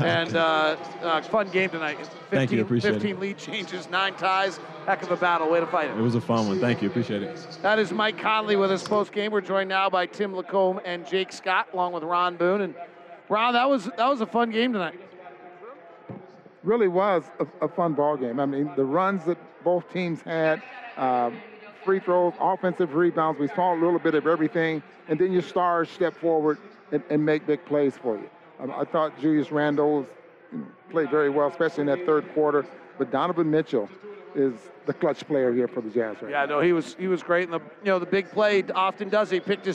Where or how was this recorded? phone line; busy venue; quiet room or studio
busy venue